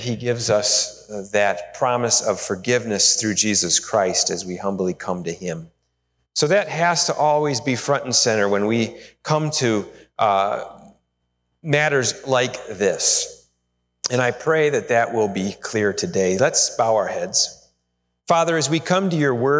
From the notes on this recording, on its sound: Sermon recorded live at Holland FMC. We are located in Holland, Ohio, USA.